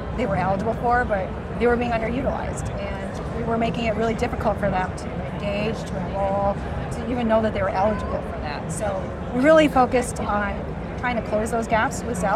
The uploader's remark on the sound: live from HIMSS 2023